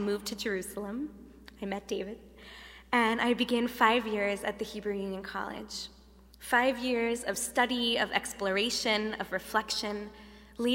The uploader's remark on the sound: Delivered at The Late Shabbat at Temple Emanu-El on 7-8-2011